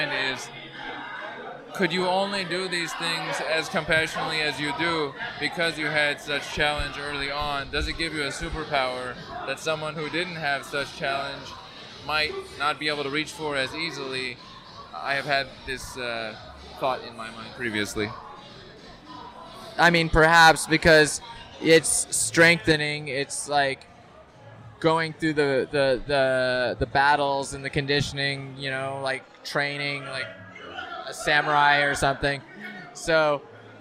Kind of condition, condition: setting, busy venue